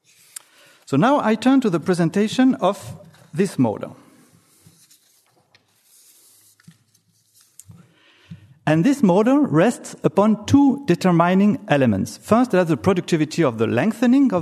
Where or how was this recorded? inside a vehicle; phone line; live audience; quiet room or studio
live audience